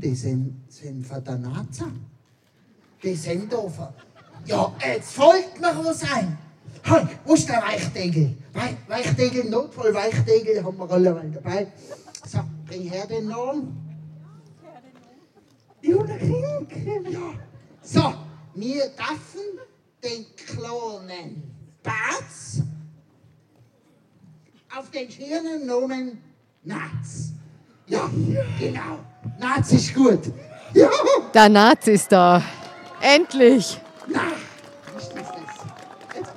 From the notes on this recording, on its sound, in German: ist sogar live dabei, als auf der Dorfbühne die Faschingsfigur "Naz" getauft wird.